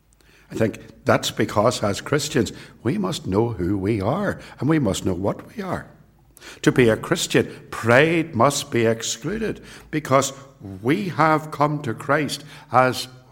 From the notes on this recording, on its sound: It was recorded at Templepatrick